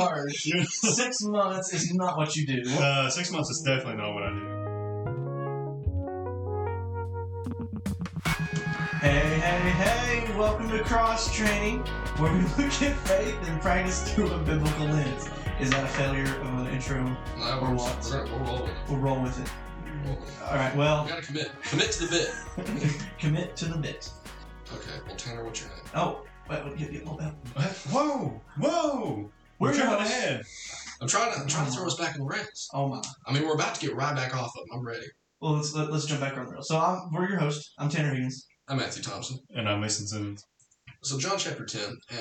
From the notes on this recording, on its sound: Apologies for the weird echo in this episode. We're using Season 1 of Cross Training to experiment with different recording hardware/software, so sometimes a mistake will rear its ugly head.